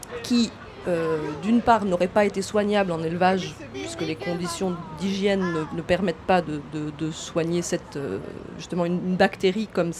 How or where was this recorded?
busy venue